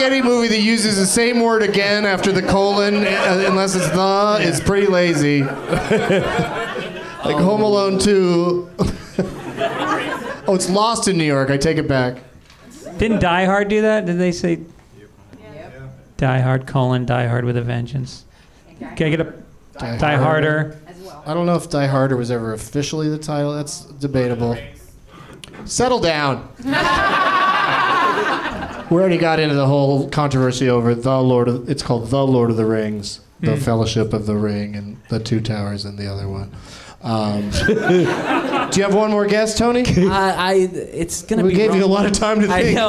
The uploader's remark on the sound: Live from the NerdMelt Showroom in LA